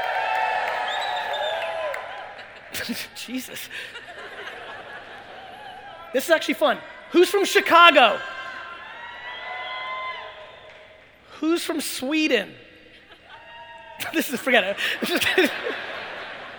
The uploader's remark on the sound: A Keynote: The National Achievers Congress Ft. Lauderdale 2018